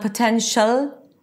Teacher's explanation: very light L, just produced with the tip of the tongue touching the upper palate. No, you have to engage the back of the tongue to create that really dark ol sound, potential.